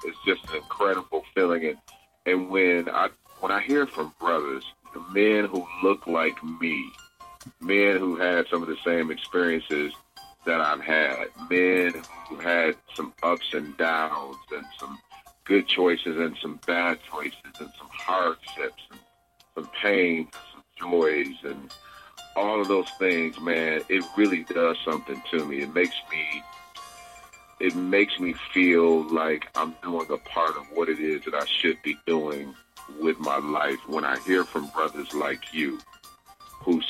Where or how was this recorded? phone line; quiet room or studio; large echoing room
phone line